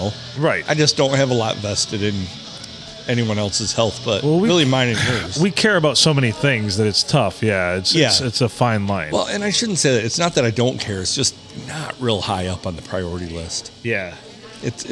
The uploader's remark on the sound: Recorded at the round table at the locally famous Blue Water Sports Bar in the 4-69.